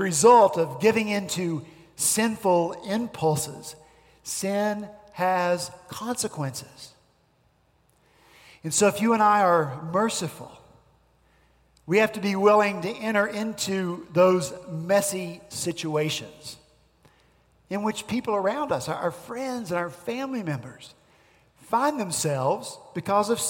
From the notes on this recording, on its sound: at Redeemer Presbyterian Church in Charleston, SC